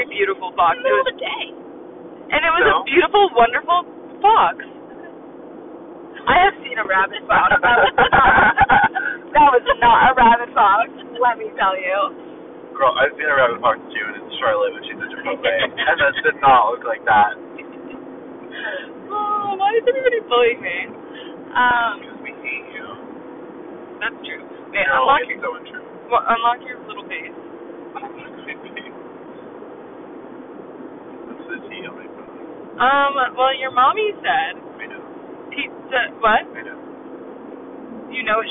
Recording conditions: poor sound quality